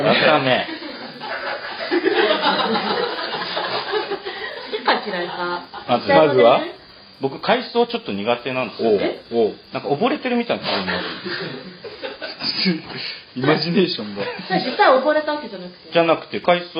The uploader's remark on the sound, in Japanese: 初めての公開収録内容。声小さくない？収録地：デジタル・ハリウッド大学３Ａ教室（オルギア視聴覚室vol.5 会場）。